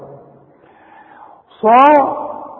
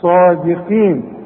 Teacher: الصاد مفخمة قوي بعدها الالف